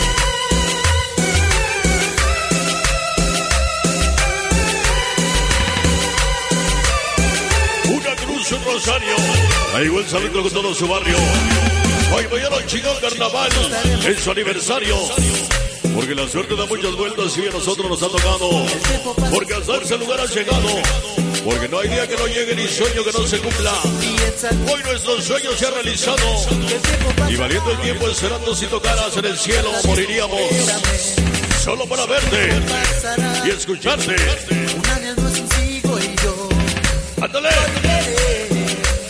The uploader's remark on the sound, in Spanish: en vivo desde zImApan hgo.